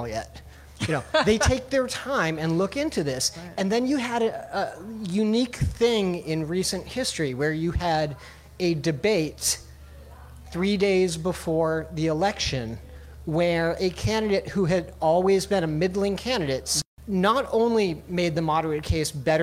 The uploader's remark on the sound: BONUS! Chicago Reader's New Hampshire Primary Show. LIVE from G-Man's Tavern.